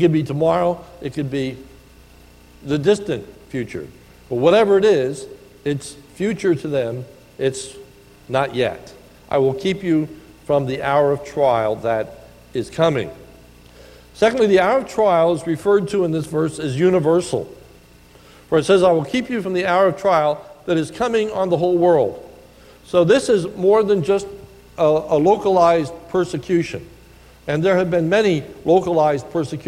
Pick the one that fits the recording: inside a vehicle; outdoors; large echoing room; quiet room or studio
large echoing room